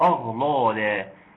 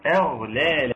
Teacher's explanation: الهمزة مرققة، الغين صحيح مفخمة ولكن اللام مرققة · Shown in: second take · أغلالا. ورحمة الله وبركاته.